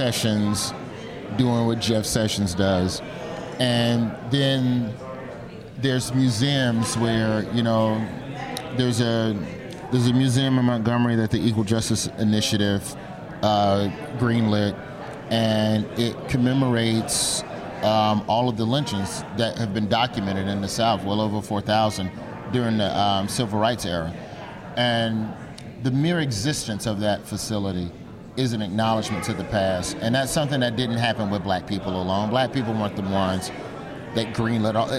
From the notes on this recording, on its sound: Live from SXSW and the site of The Donald J.